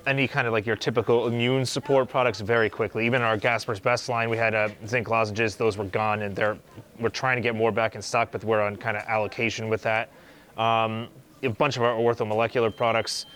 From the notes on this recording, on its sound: This episode was filmed at HB Pharmacy in North Arlington, NJ.